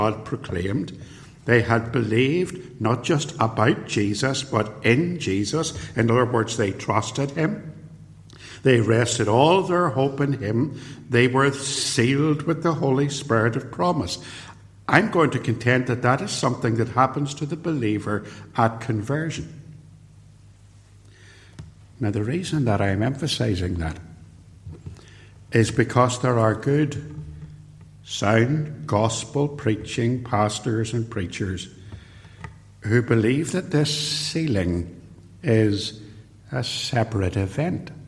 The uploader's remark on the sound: Preached at Ballymacashon and Templepatrick Reformed Church. Recorded at TRC and used here with their kind permission.